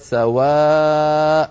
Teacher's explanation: لأنه حرف مد بعده همزة في الكلمة نفسها، لكن لما قلنا هذا هو أصله في الوصل سواء، فتنوين النصب حذفناه وعوضنا عنه بألف، لذلك اسمه مد عوض بمقدار حركتين